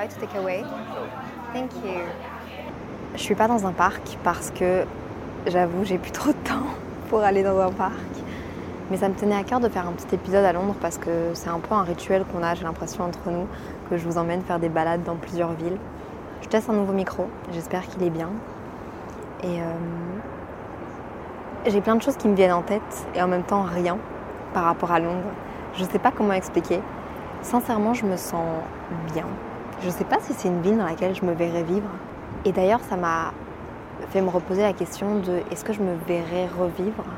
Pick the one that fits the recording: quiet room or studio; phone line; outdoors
outdoors